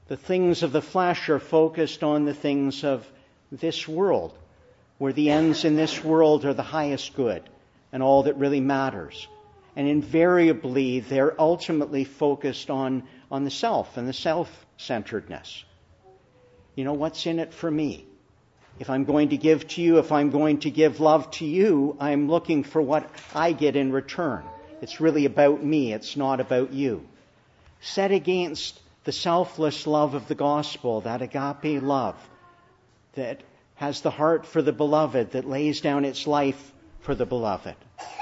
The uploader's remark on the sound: Preached in the Church of the Annunciation of the Blessed Virgin Mary, Ottawa.